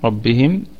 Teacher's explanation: يبقى ربهم الراء مفخمة وبقية الكلمة مرققة، والميم هنا ميم جمع، لأن طبعا رب وهم هذه الميم ميم جمع، يعني إضافة إلى الجماعة، نقف عليها طبعا بوجه واحد بالسكون ربهم، ونراعي صفة البينية في الميم، وهي ستكون في الدرجة الرابعة من درجات الغنة لأنها ساكنة، وأيضا هي ساكنة مظهرة من حروف الإظهار الشفوي لأنها تظهر مع حرف الواو.